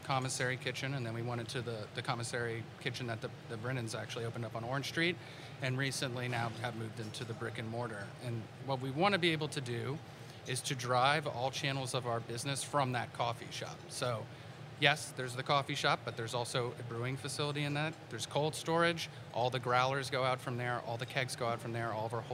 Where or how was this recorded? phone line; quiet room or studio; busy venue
busy venue